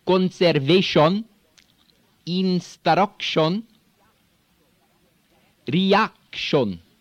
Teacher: words ending in ION, which sometimes we'll say shin